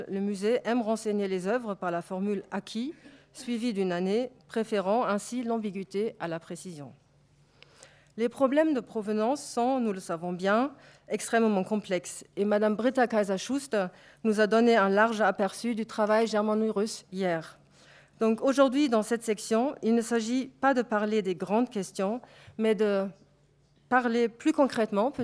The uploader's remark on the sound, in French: Enregistrée le 3 juin 2016 dans le cadre du colloque. Dans le cadre du colloque « Patrimoines spoliés.